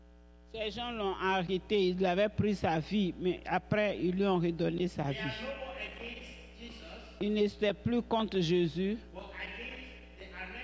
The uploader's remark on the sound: Praise and Worship Service